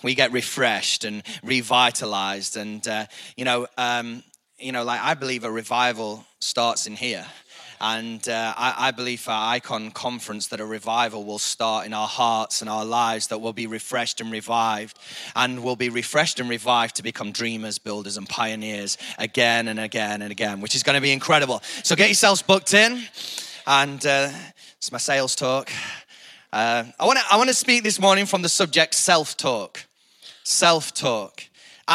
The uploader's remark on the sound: IKON Church. Recorded live at the Chesterfield Campus this is the message from the morning service.